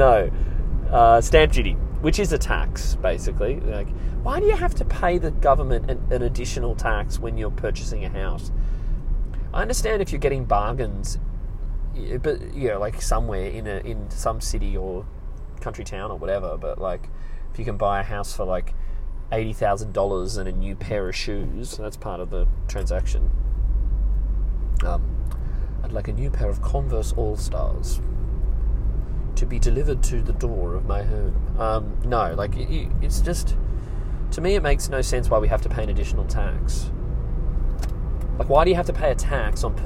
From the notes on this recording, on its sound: I'm in the car